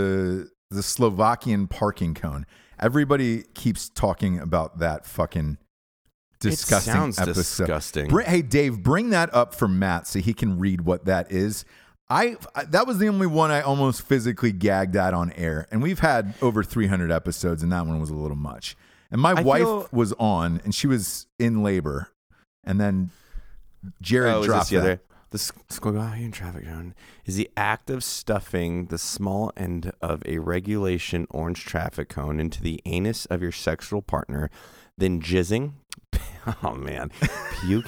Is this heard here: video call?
no